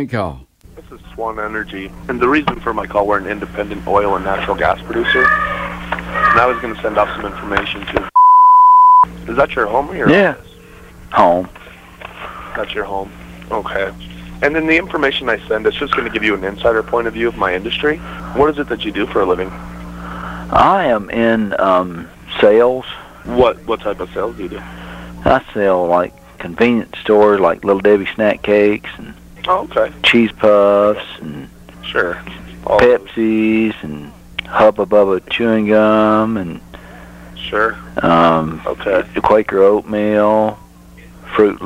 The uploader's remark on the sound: Hear a reverse telemarketer phone call.